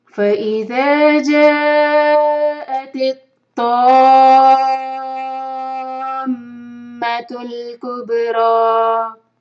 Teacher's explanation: اور پھر میم پر ہم مشدد کریں گے دو حرکہ ہولڈ کریں گے اور اس کے بعد کبرا با کا قلقلہ اور پھر را ہے گی انشاءاللہ. · مد متصل اس لیے کہ مد کے بعد جو حمزہ ہے وہ اسی ورڈ کے اندر ہے جاءت کے اندر. اور اس کے بعد تا کو تو سے جوائن کریں گے اور تو کو چھ حرکہ لمبا کرنا ہوگا · Term: مد لازم